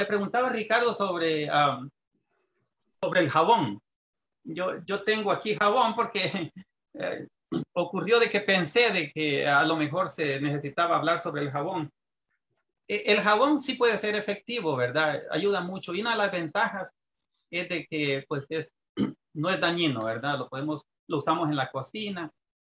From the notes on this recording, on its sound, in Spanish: por Zoom y Facebook en vivo